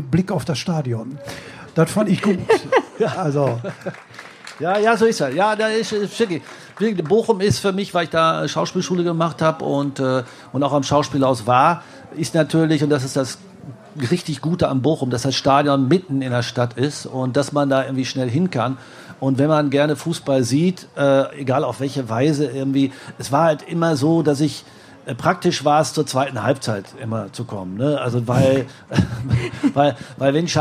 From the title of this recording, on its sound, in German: live vom ZFR